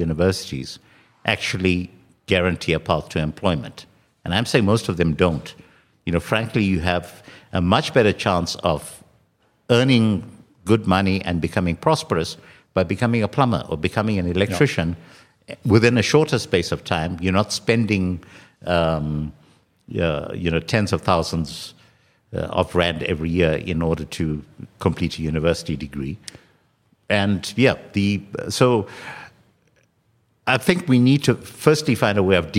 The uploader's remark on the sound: With a live audience at a special CliffCentral event.